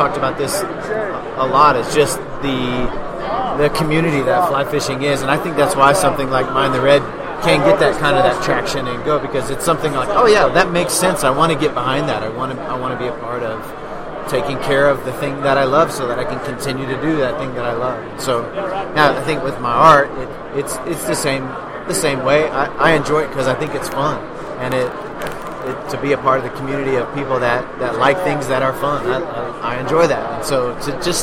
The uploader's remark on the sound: Live from the Denver Fly Fishing Show